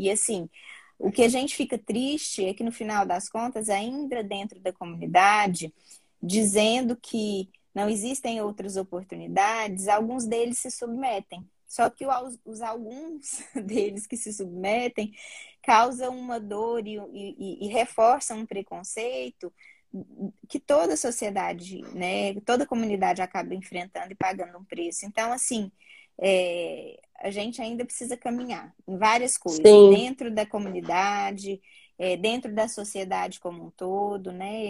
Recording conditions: video call